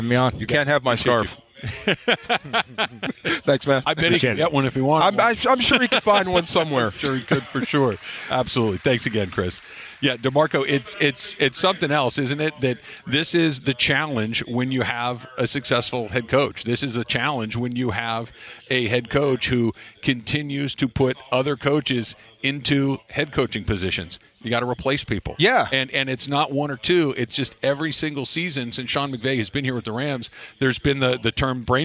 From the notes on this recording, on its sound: live from YouTube Theater for Rams Revealed